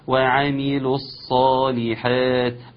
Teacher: الصاد وضحها كويس جدا جدا لأنها مفخمة وفيها صفير ولأنها مشددة، كل دي حاجات محتاجة رعاية في الحرف ونطق الحرف.